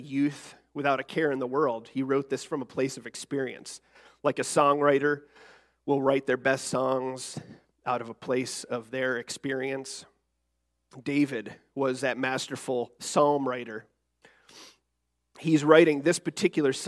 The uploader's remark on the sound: Recorded December 3rd, 2023, our monthly Youth-led service.